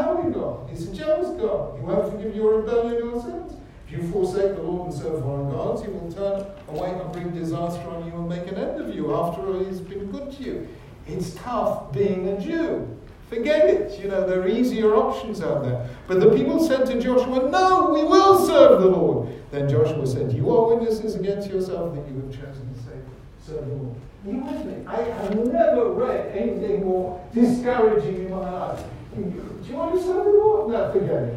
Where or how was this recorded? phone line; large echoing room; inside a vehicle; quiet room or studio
large echoing room